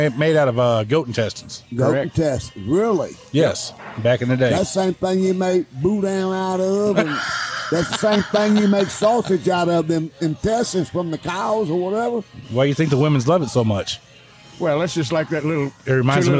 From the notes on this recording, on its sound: we drink some cold beers in the air conditioning of the Spring Tavern and have fun recording the podcast